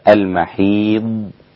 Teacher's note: الميم والحاء والياء رقيقة والضاد مستطالة